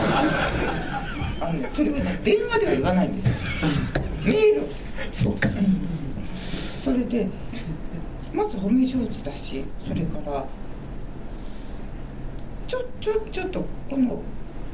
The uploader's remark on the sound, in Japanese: 三省堂書店池袋本店4階にて行われた